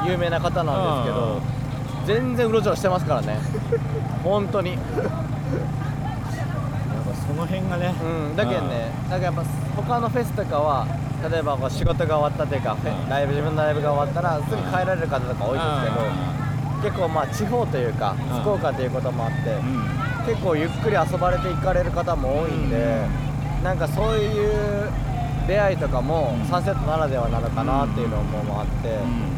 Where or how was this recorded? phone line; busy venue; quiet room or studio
busy venue